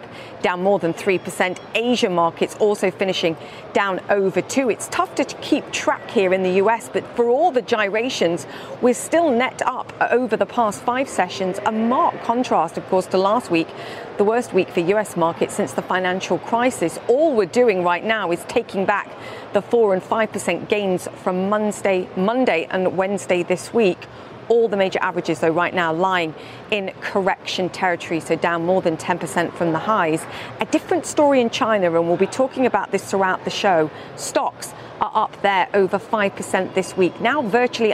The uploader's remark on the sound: live from The New York Stock Exchange